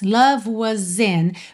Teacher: Percebe que aqui o S acaba tendo um sonzinho de Z para ligar na vogal I.